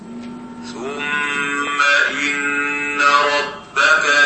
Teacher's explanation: تطنين الغنة في الميم، فهو أيضا إلصاق اللسان أثناء انطباق الفم · Term: التطنين